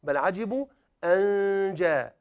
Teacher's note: طيب، بل عجبوا أن جاء، أنت يعني قادم على جيم، والجيم مرققة، اجعل اللسان يحاصر أثناء غنة الإخفاء يحاصر مخرج الجيم